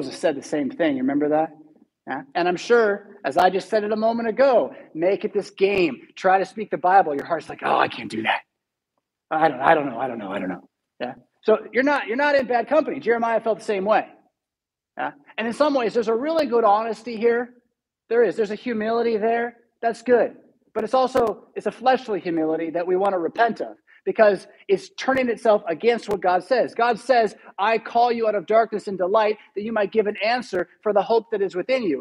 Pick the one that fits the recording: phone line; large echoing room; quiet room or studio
large echoing room